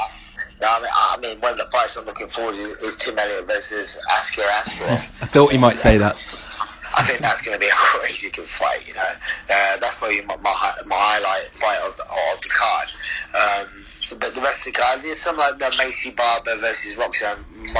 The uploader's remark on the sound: on the phone